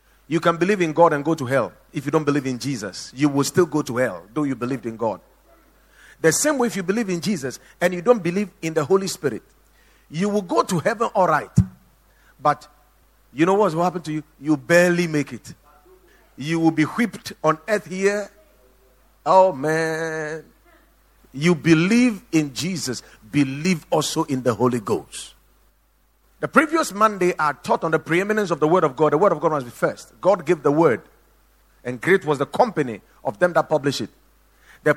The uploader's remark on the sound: Preached at The Watered Garden Church